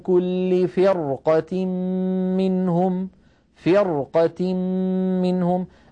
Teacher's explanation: الراء هنا ساكنة وقبلها مكسور لكن بعدها قاف مفتوحة فرقة، فأيضا هذه الراء مفخمة لأن بعدها حرف استعلاء غير مكسور.